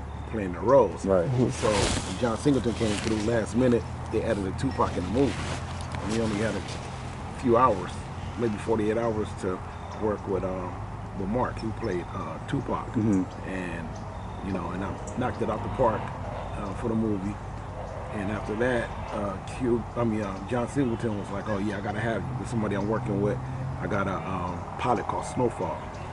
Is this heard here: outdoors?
yes